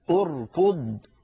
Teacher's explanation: أركض، أركض، همزة الوصل بعدها راء ساكنة بعدها كاف مضمومة، من أجل ضمة الكاف ضممنا همزة الوصل عند البدء بها، فنقول أركض.